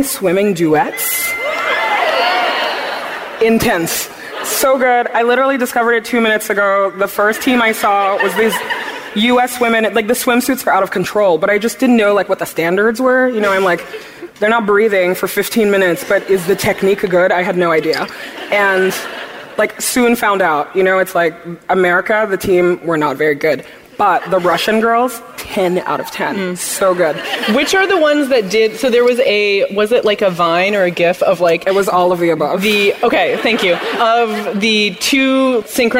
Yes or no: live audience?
yes